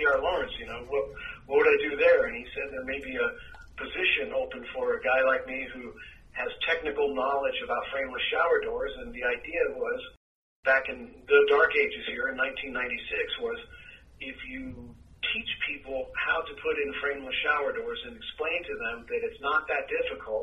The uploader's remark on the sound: Phone Interview